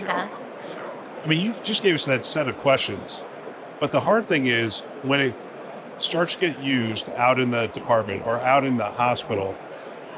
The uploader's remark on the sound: Live from the HIMSS Conference